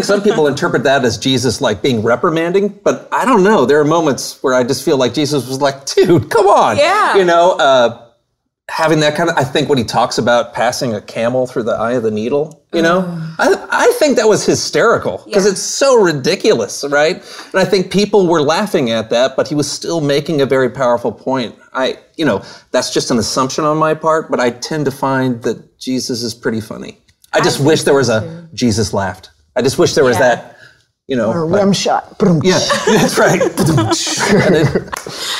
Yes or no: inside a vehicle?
no